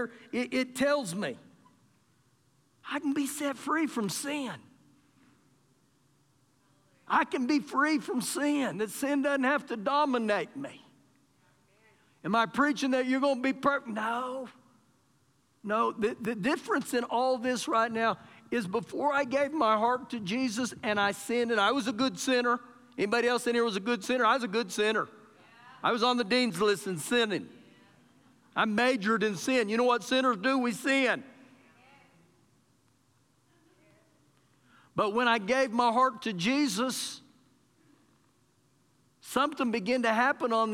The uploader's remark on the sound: Recorded live during our Wednesday night service